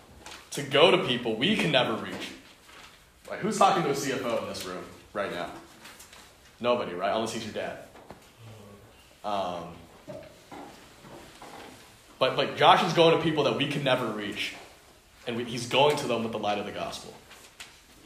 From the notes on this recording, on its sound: Delivered to the Unison Youth Fellowship at the Home of Christ in Menlo Park.